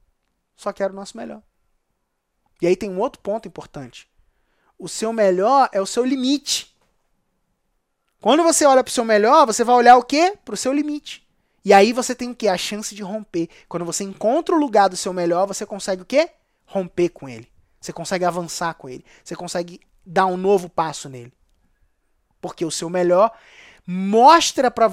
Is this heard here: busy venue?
no